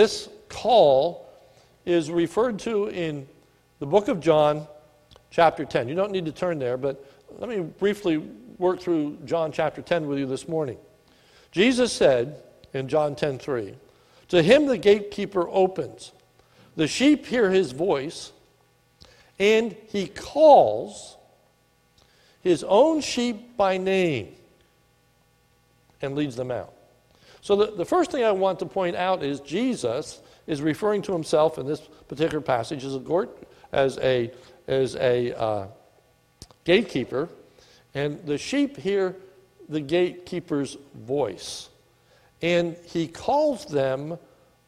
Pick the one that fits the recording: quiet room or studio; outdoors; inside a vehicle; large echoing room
large echoing room